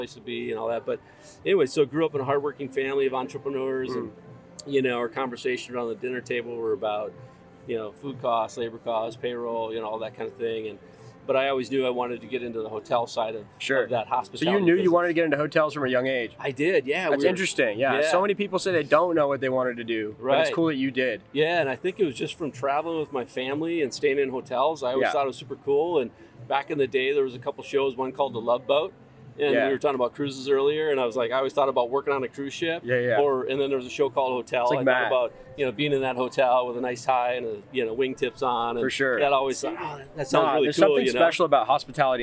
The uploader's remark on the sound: I decided to pack my laptop and microphone to the poolside that day, and the result was an amazing in-person podcast conversation! LIVE FROM PALM SPRINGS! I decided to pack my laptop and microphone to the poolside that day, and the result was an amazing in-person podcast conversation!